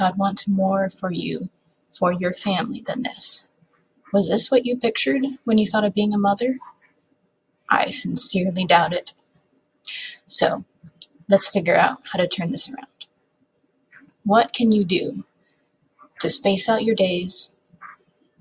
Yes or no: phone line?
no